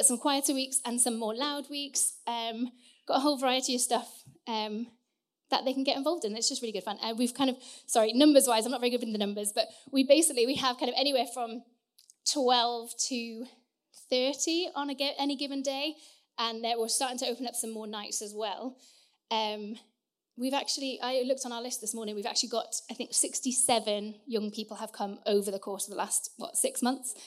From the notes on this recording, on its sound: Recorded Sun 17th Sept at Saxon Hall, Raunds